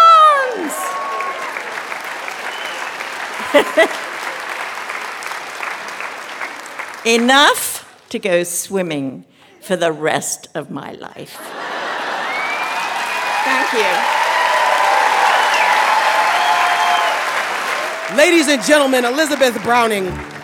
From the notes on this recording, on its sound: The Moth Radio Hour: Live from Portsmouth. A special episode live from Portsmouth.